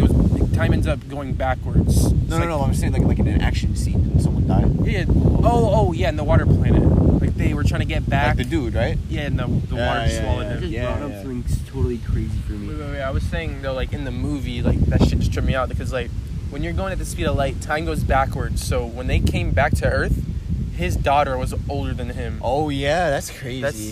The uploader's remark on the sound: Late night beach talk. Take my phone out and record our conversation that we were having on the beach late at night.